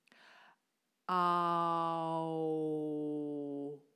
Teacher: du öffnest deinen Kiefer beim A und formst dann ein O, indem du den Kiefer offen lässt und nur deine Lippen nach vorne stülpst. Kein U, sondern ein O. · Term: Doppellaut